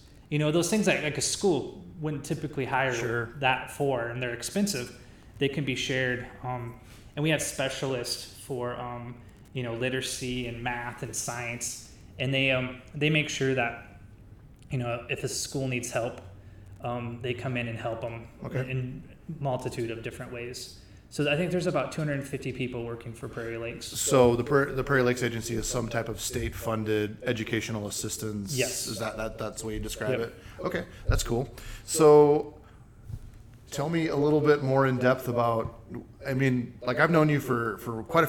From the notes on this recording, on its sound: Caution this episode does have some echo, but it's too good not to release.